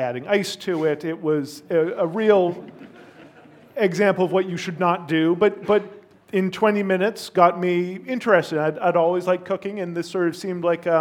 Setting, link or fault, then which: setting, live audience